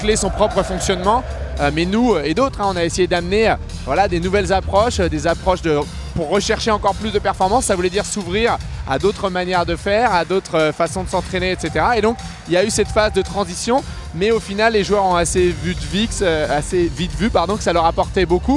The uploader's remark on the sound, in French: enregistré depuis l’Accor Arena de Paris